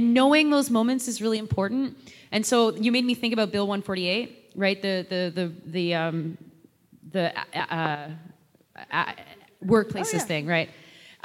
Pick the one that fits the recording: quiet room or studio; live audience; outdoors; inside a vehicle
live audience